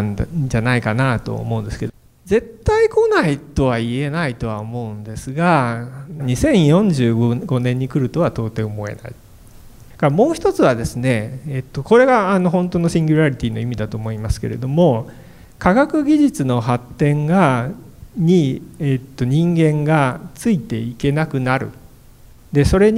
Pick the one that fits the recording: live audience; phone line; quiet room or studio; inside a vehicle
live audience